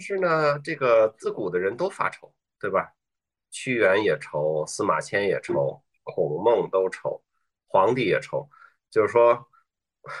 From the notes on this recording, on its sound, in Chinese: 这一期的播客，我们录制的比较早，也因为疫情缘故，不能在线下录，所以就和我们的嘉宾在线上约了一次对谈。